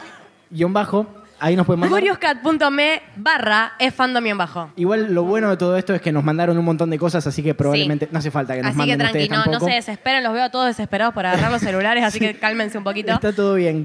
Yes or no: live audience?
yes